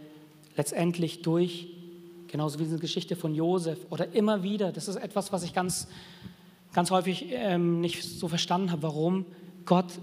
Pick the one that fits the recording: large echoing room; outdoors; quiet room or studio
large echoing room